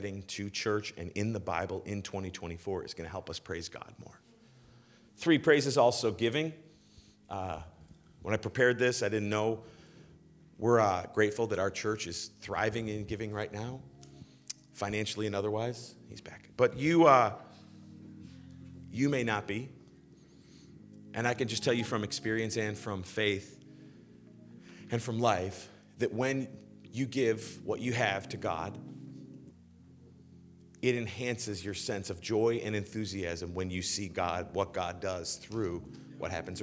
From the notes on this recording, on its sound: Live from good news in the neighborhood, a new church. In the nw suburbs of chicago.